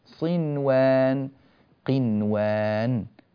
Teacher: بقيت مسألة أن النون إذا جاءت مع الواو والياء في نفس الكلمة فإننا لا ندغم النون في الواو والياء، وهذا في قوله تعالى بالنسبة للواو صنوان قنوان، فلا ندغم صنوان، لا نفعل ذلك، قنوان خطأ، وإنما نقول صنوان قنوان، وتظهر النون هنا ويكون حكمها الإظهار المطلق